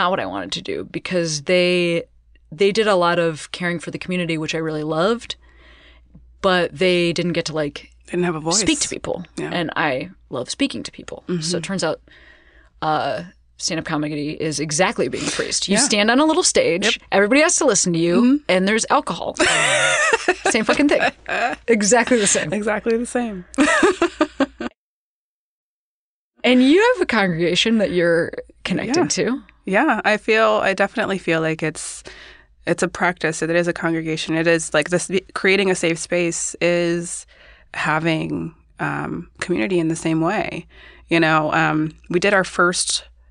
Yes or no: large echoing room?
no